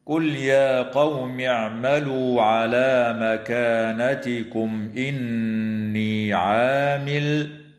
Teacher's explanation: اللام في كلمة قل تسمى بلام الفعل، وحكمها الإظهار هنا لعدم وقوع لام أو راء بعدها. وتظهر الميم الساكنة عند الهمزة في قوله تعالى مكانتكم إني، ويسمى إظهارا شفويا. وتغن النون من كلمة إني، ويجوز الوقف على قوله تعالى إني عامل من قبيل الوقف الحسن.